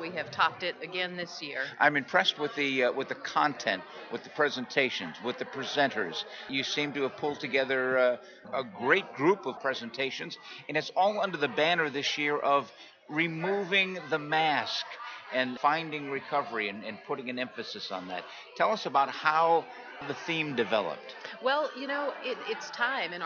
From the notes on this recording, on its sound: at the 2015 TAAP Conference on Addiction Studies in San Antonio, TX in August 2015